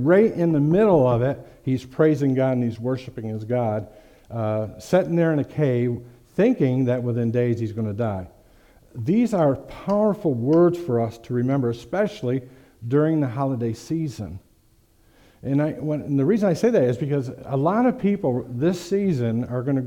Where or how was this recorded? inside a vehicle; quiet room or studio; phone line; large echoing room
large echoing room